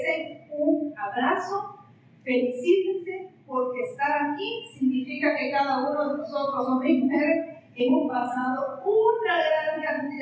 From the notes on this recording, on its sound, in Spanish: Les sere sincera que he luchado un poco para dejar el audio lo mas limpio posible, perdon por el audio el celular lo tenia en la mesa de enfrente al podio para poder tambien grabar el video para el recuerdo de tan grato honor.